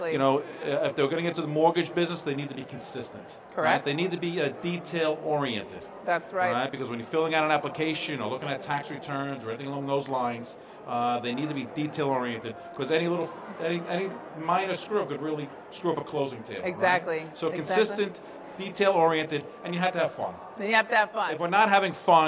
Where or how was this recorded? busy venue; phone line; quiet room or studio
busy venue